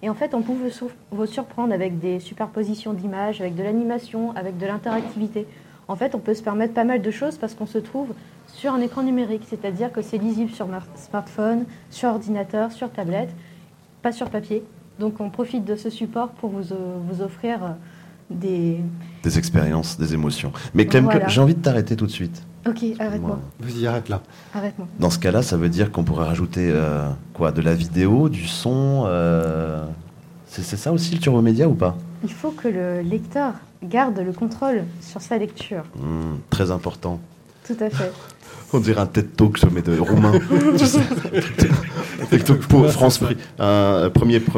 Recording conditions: live audience